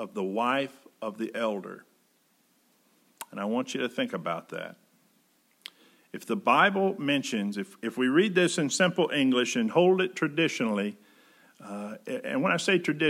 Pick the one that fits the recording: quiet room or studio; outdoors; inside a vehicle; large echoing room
large echoing room